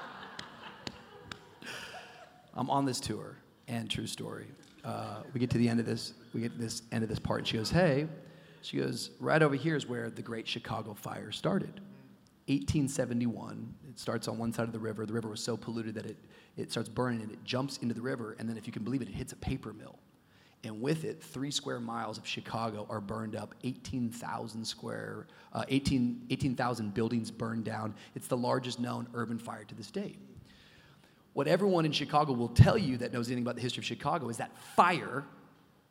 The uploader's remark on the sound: Live from Zoe Conference 2022. For a live leadership discussion at Zoe Conference 2022.